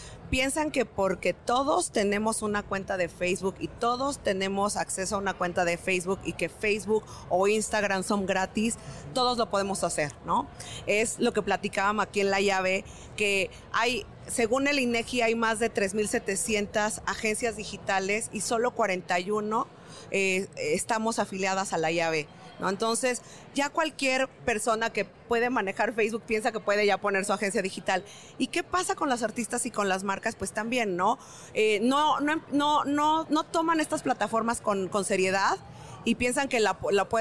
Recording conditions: busy venue